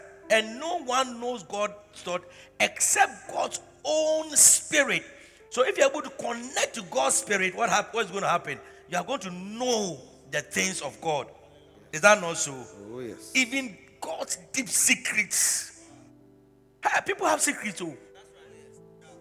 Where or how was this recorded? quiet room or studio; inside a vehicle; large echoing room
large echoing room